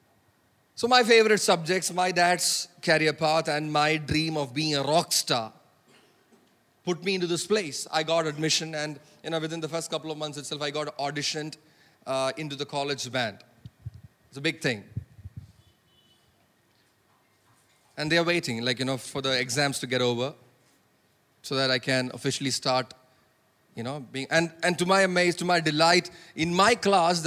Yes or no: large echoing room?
yes